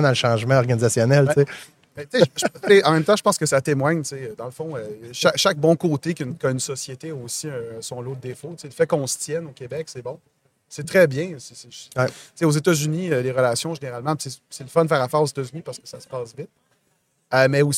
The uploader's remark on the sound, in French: en direct de Stratégies PME